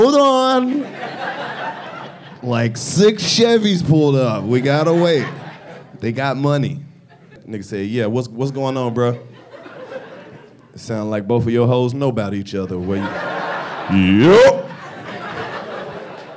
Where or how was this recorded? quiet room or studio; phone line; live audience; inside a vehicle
live audience